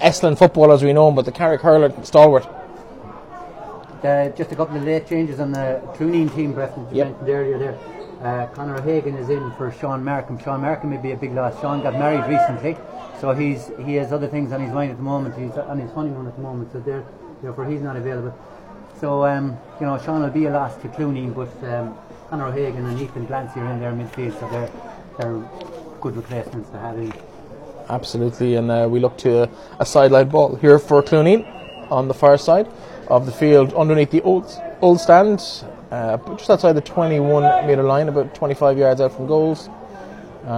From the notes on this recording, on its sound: Full Audio commentary of the Connacht Gold Leitrim Senior Hurling Final between Carrick Hurling and Cluainin Iomaint in Avant Money Pairc Sean MacDiarmada.